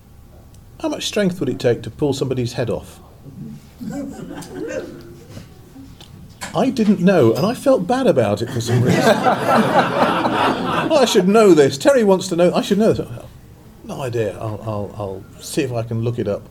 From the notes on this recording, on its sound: In an interview recorded live at the science fiction and fantasy convention Armadacon.